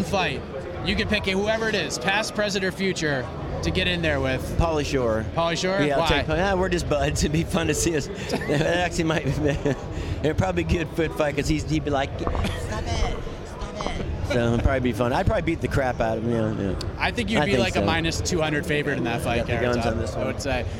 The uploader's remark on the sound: LIVE From Las Vegas